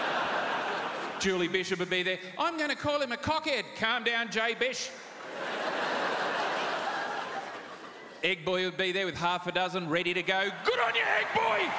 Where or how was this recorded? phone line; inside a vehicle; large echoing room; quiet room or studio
large echoing room